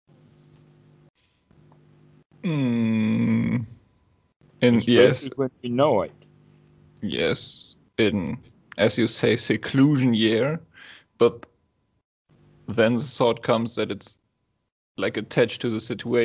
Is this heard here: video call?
yes